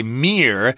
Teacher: some people, even native speakers, say mirror, which sounds like one syllable.